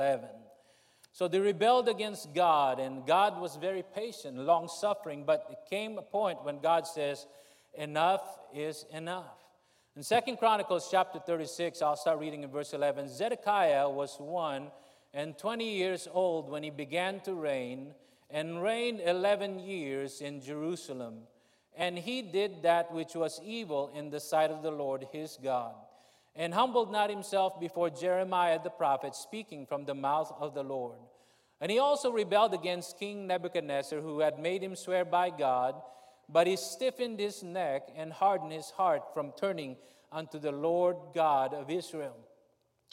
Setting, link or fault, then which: setting, large echoing room